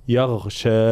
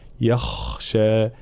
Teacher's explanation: في كلمة يخشى لابد من ترقيق الياء تفخيم الخاء مع إعطاء الخاء حقها من الرخاوة ومن الهمس · Shown in: second take · الخاء إذا لم نعطيها معناها صفة الهمس فتصير مجهورة، فتصير شبيهة بحرف الغين، يغشى لا يخشى هكذا، فالانتباه.